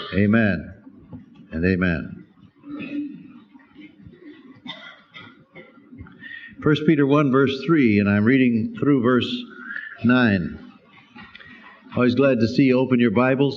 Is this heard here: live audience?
yes